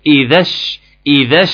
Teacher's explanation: وحذف اللام، وانتقل من الذال المفتوحه للشين المفتوحه للشين المفتوحه المشدده اذاش اذاش، وشلت الثلاث حروف دول. · Term: التقاء ساكنين